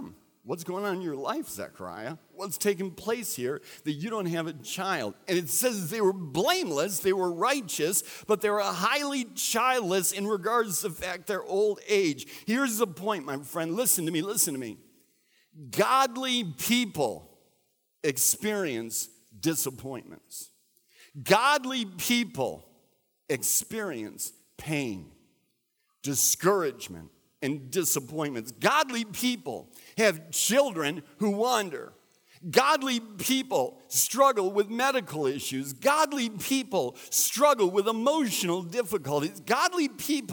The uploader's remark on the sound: recorded at Central: A Christ-Centered Church